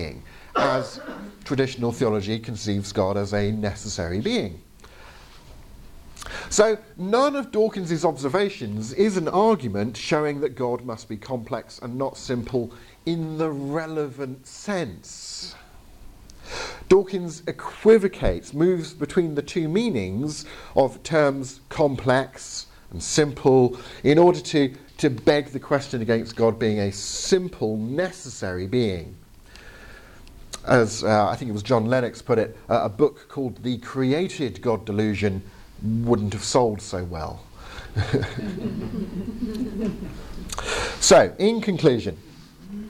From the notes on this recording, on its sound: Presentation from the 2022 Veritas Conference ( ), held at The Bible School in Grimstad (BIG - ), Norway.